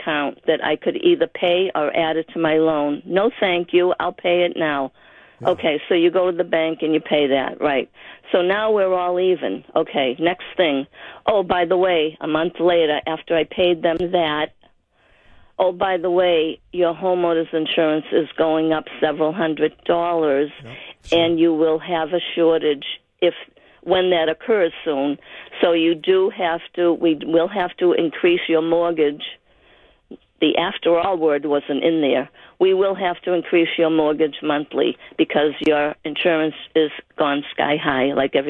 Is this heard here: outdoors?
no